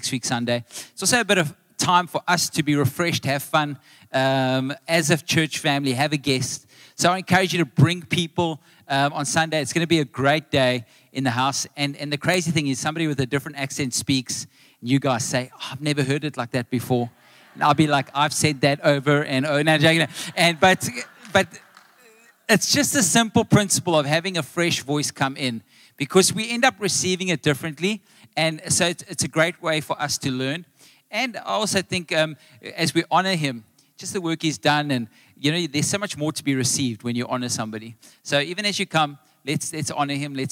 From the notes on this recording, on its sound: Recorded live on Sunday the 27th August 2023